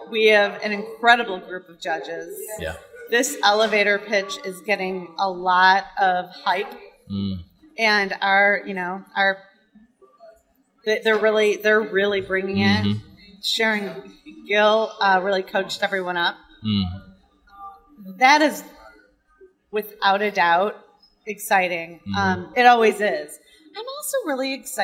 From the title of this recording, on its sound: Live From EsportsNext